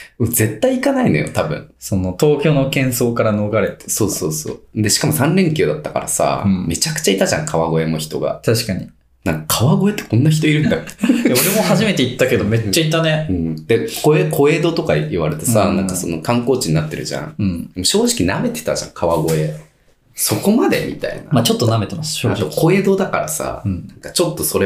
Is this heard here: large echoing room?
no